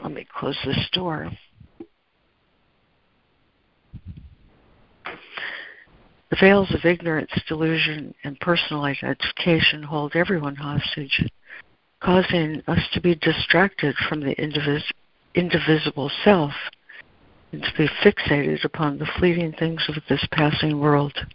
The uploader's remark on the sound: ACIM Daily Conference Call